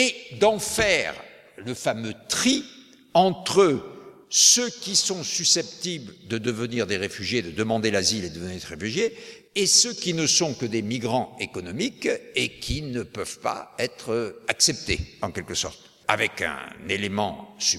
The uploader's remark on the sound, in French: Dans le cadre des Conférences d'Aurore "Comprendre pour mieux agir", écoutez les questions de la salle et la conclusion de la journée. Depuis l'Archipel, à Paris.